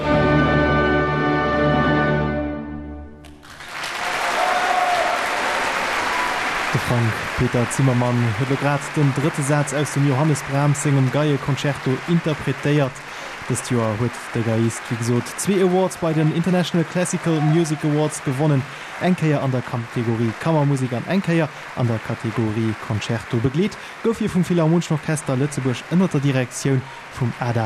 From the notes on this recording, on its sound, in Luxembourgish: ICMA-Gala 2022. De radio 100,7 iwwerdréit dëse Concert live aus der Philharmonie.